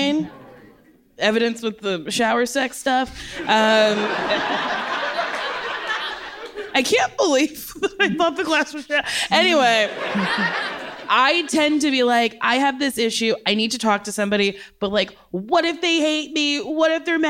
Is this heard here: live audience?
yes